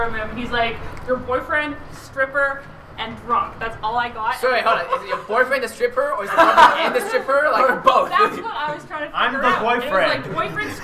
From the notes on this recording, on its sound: Recorded LIVE from a hotel hallway at Katsucon 2019 in Washington DC. Due to the un convention al recording space (pun super duper intended), the audio can be a little rough at times.